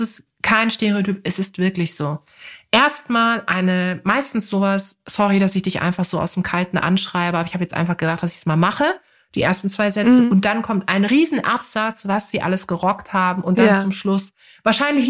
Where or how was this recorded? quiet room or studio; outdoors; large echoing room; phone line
quiet room or studio